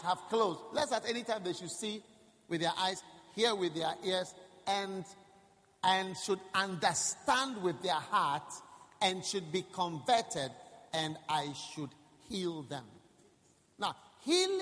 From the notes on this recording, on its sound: Preached at the First Love Church.